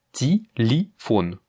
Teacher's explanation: On a deux yé qui ne sont pas accentués, l'accent tonique étant sur le O · étant donné que les yé ne sont pas accentués, ils vont se prononcer comme des i